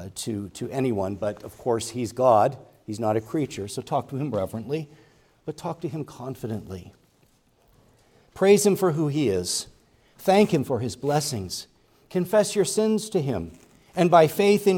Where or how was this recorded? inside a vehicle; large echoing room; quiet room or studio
large echoing room